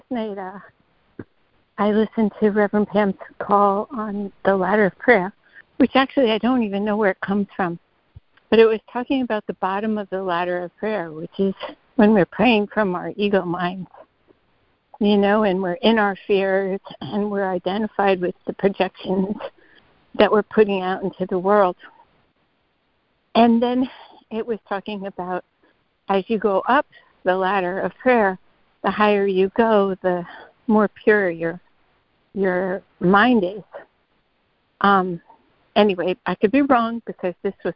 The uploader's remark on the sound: ACIM Daily Conference Call